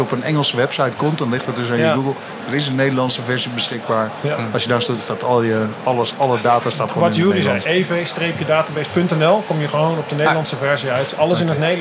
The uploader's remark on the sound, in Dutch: Een serie speciale afleveringen opgenomen op de EV-experience op het circuit van Zandvoort